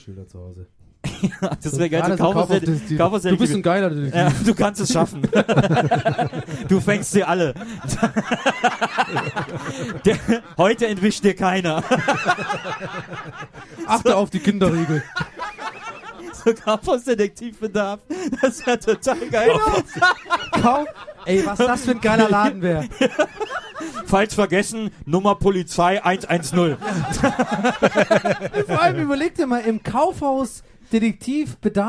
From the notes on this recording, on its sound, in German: Eine Live-Ausgabe